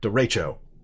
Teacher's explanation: the accent is on the middle syllable there